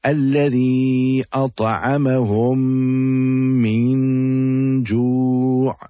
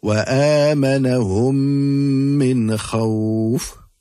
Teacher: the two memes will become incorporated and will be read with Ghunna. And Ghunna means a nasalization sound. · Term: Idgham Shafawi Mim Sakin